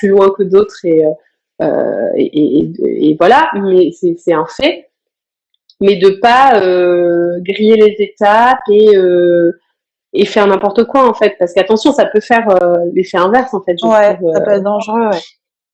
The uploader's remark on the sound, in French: j’ai eu le plaisir d’échanger (en live Instagram)